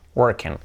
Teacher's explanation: La I de ese ing final, la I como una E.